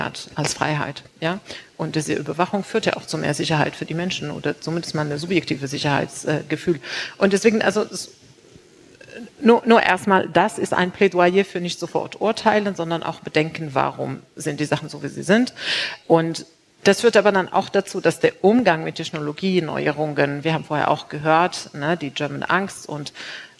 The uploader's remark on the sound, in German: live aus Berlin von der #futurework23, dem Festival zur Zukunft der Arbeit, ausgerichtet von BDA und Microsoft.